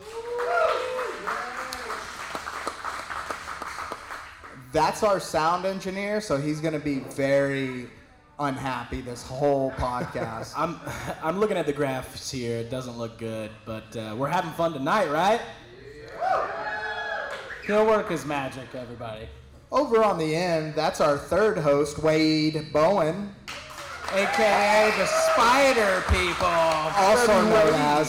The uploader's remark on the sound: Host the first ever live audience recording, so audio isn't perfect but not bad for our first go.